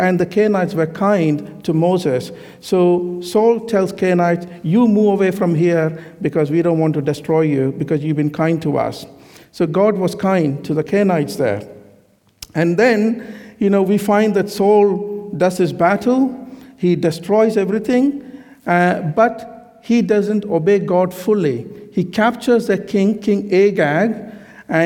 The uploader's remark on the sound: This sermon was recorded on Sunday 12th March 2023 at our Great Denham venue.